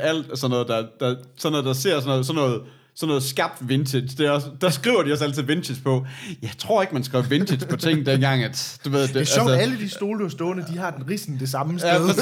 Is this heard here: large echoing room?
no